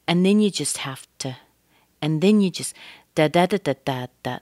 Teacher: Then is pretty strong, but the rest of it is very short, very fast. It's making the rhythm go very quickly right here.